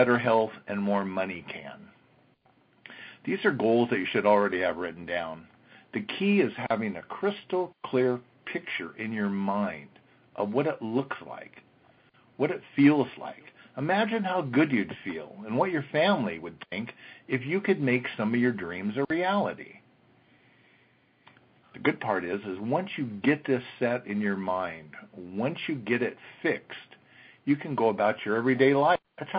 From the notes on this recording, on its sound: an archive of weekly conference calls